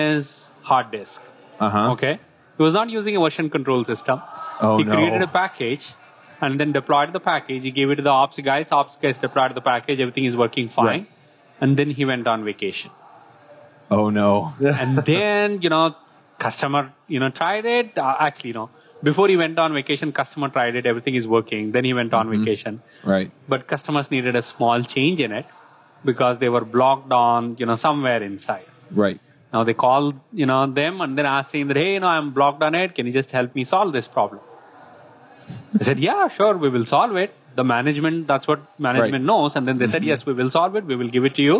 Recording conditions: busy venue